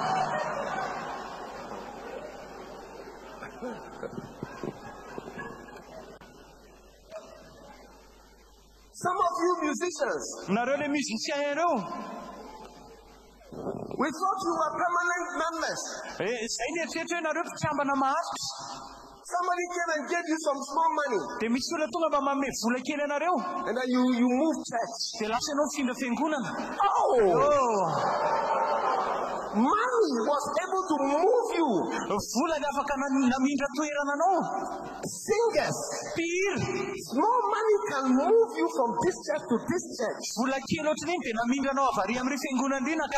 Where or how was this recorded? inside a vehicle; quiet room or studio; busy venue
busy venue